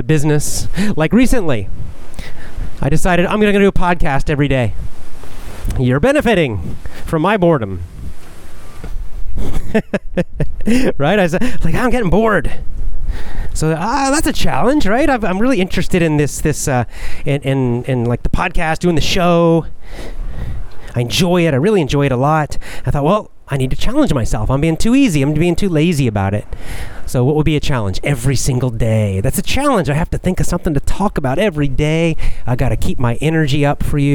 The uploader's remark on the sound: Casual chat while walking.